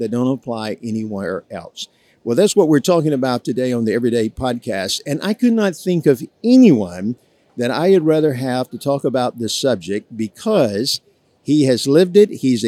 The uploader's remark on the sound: Live at SBC. Live at the Southern Baptist Convention.